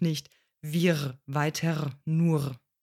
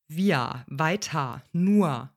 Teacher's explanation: der Unterschied zwischen konsonantischem und vokalischem R